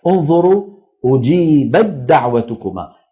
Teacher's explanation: يعني التاء شو صار فيها؟ تحولت إلى دال · Term: بدال مشددة